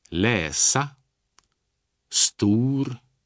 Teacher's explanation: Das S ist im Schwedischen immer stimmlos zu sprechen, wie in Wasser.